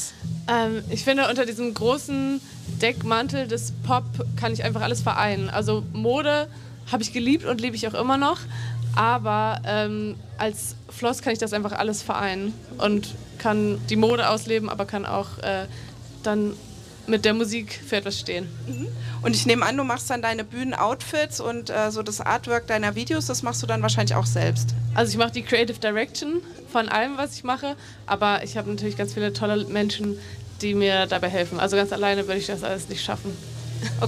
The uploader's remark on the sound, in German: Auf der Queer Area des Fokus Festivals in Görlitz. Das Interview wurde live. Bei radio blau ausgestrahlt.